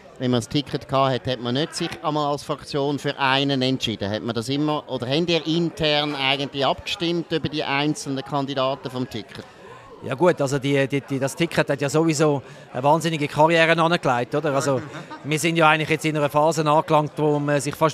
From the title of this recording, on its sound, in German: Live aus der Bellevue-Bar